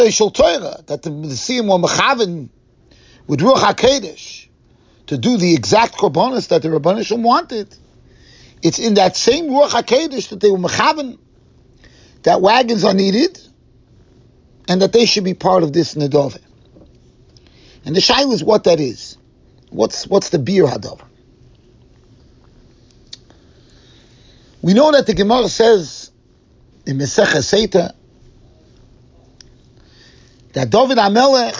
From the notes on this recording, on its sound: Shiur recorded in Yeshivas Ohr Reuven, Monsey NY.